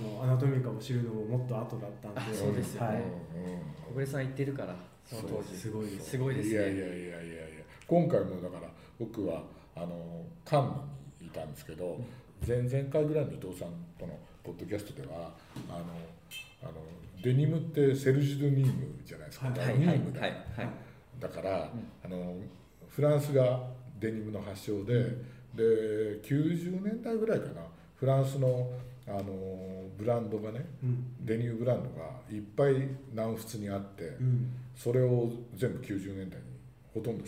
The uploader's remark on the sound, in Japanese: 今回は、東日本橋にあるアナトミカ 東京にお邪魔して収録。